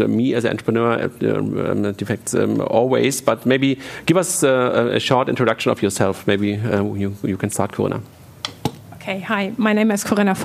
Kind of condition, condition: setting, busy venue